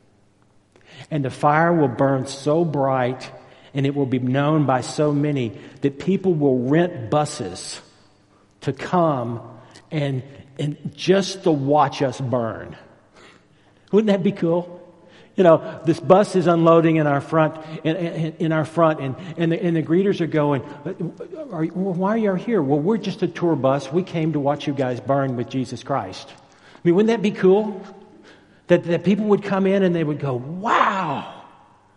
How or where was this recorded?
large echoing room